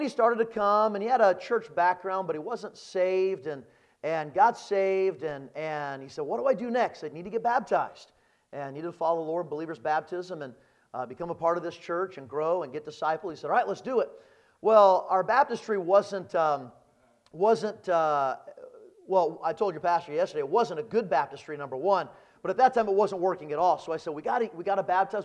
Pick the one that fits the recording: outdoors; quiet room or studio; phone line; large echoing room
large echoing room